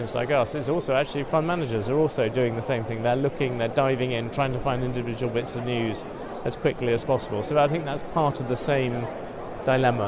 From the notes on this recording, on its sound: Interviews from NIRI's 2016 annual conference. Hear from organizers, speakers and attendees at the NIRI 2016 annual conference.